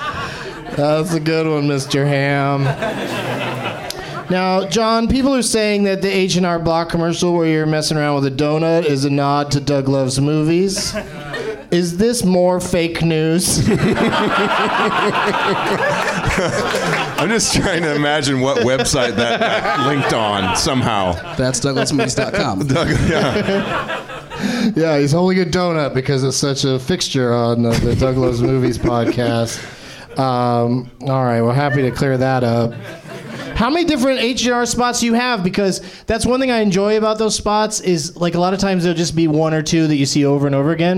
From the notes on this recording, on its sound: Live from the NerdMelt Showroom in LA